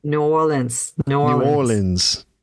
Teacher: the stress there is on the or part